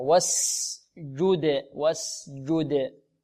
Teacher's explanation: لابد من إيضاح السين هنا وإيضاح الجيم وإعطاء الجيم شدتها، والدال مقلقلة.